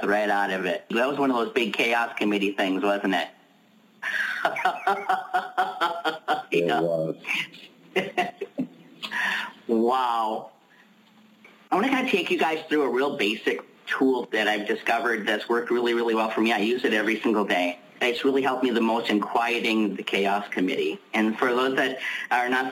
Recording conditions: phone line